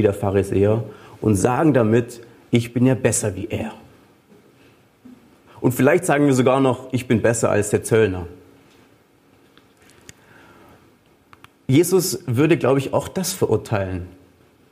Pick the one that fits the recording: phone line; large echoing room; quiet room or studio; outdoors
large echoing room